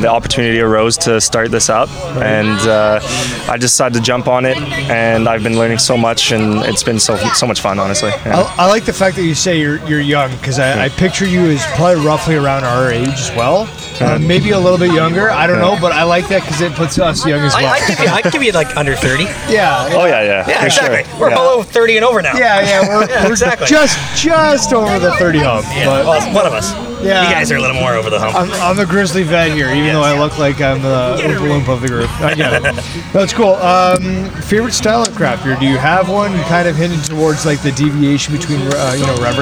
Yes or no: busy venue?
yes